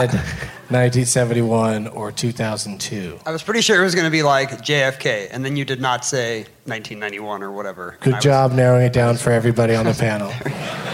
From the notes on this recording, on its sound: From the Bumbershoot Festival in Seattle